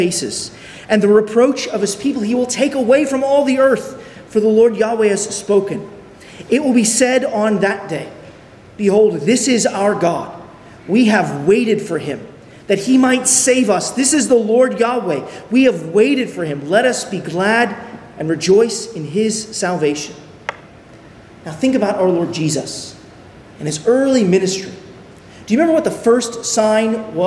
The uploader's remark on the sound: on October 8, 2023 at Arlington Baptist Church in Arlington, Virginia.